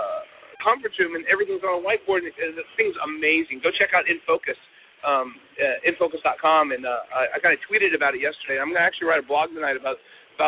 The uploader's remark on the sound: The MSP Show is on the road again! From the show floor at Autotask Community Live in Miami, Florida.